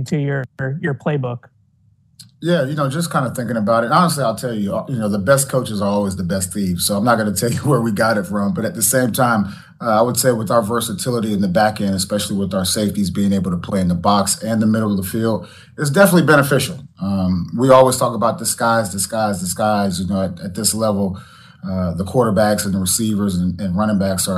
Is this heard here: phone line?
no